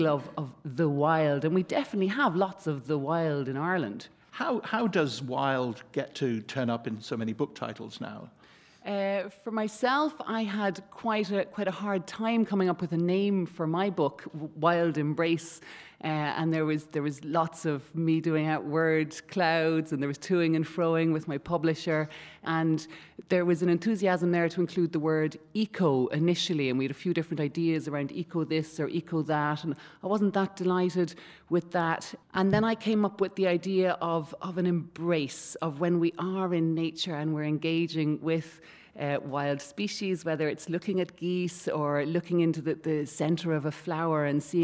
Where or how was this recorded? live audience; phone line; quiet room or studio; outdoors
live audience